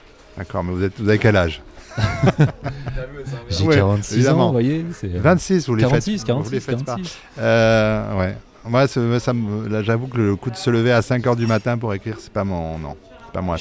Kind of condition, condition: setting, busy venue